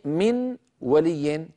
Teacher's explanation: فعندما ننطق النون المدغمة يتحول الجزء اللساني الذي هو عبر عنه بالأسهم الحمراء إلى الحرف الآتي بعده، مثلا من ولي تصبح ميو، ميو الجزء اللساني انعدم تحول إلى واو، قلب إلى واو، بينما الجزء الخيشومي الأزرق اللون بقي بل نطوله. · Term: الإدغام بغنة